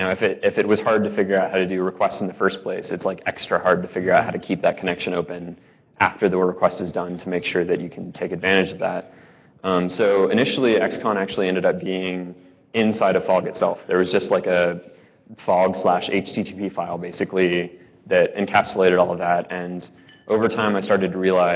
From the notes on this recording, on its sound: live from Red Dirt Ruby Conf.